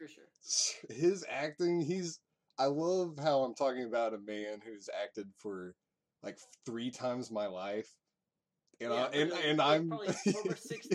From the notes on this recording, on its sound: Apologies for the low audio.